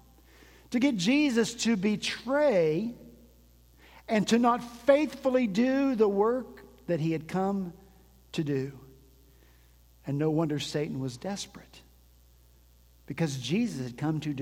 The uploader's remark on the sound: At Redeemer Presbyterian Church in Charleston, SC, our senior pastor began this season of Advent with a sermon